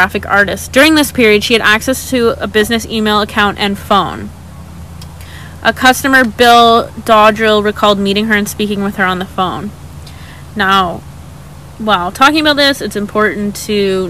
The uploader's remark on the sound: Apologies for background noise.